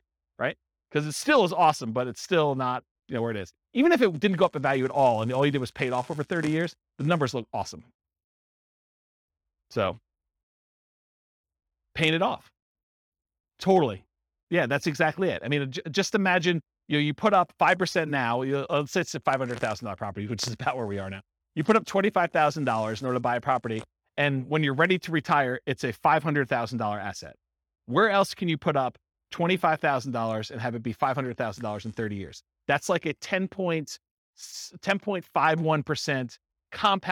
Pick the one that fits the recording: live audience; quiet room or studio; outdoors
live audience